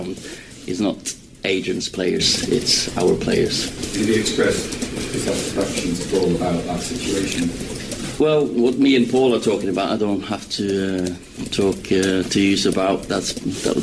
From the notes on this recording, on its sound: From the rooftop garden of Barasti